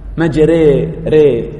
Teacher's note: إذا رفعت اللسان يعني رفعا شديدا جدا تحول إلى ياء، ري ري ري ري، آسف، ري ري ري، لسان يرتفع إلى يعني قريب من سقف الفم الحنك. الإمالة الكبرى وهو الإضجاع، يعني 50% ألف 50% ياء